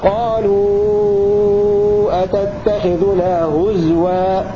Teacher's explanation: وله إبدال همزة واو قالوا أتتخذنا هزوا بإسكان الزاي وإبدال همزة واو